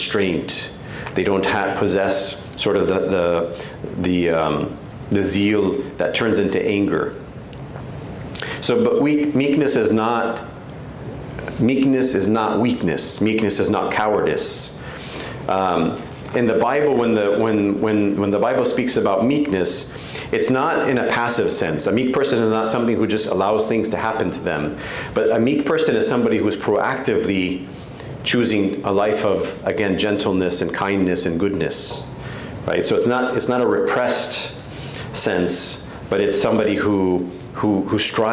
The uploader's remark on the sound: The 4th and final lecture of the 2023 Graduate Youth Retreat.